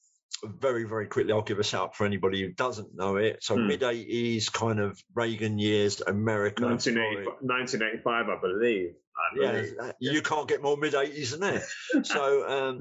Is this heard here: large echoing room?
no